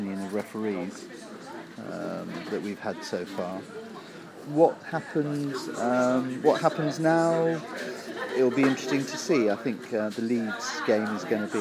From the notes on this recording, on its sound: field questions from the fans at the 2014 Brentford fans forum